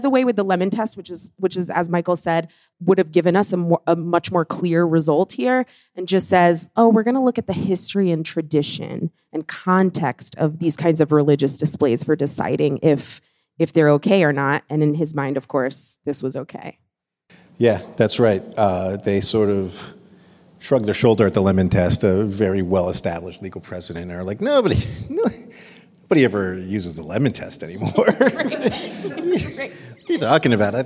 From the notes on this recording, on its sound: Live from the People's Parity convening in Washington, DC